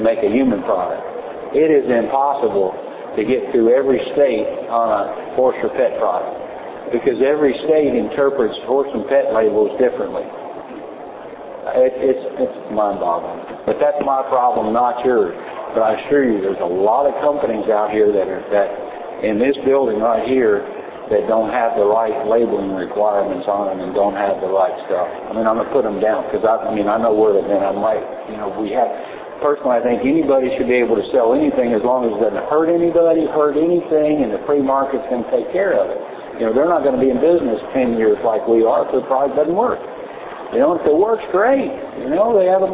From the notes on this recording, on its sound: Recorded live from 2011 PA Horse Expo includes live questions/answers.